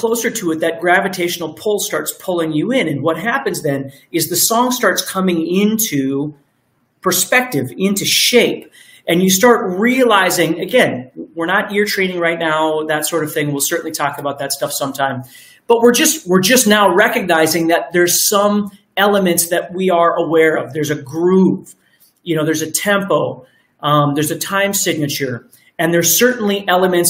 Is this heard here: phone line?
no